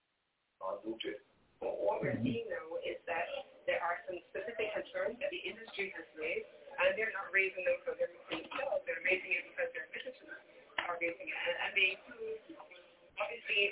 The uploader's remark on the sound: Listen to what the panelists and callers have to say.